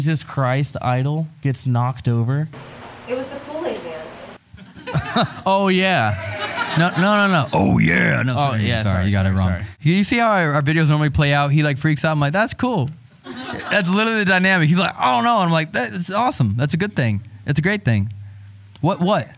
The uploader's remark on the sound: Live Show Start: our tour trailer is falling apart. This episode was filmed in front of a live audience at the haunted Hillview Manor in New Castle, PA.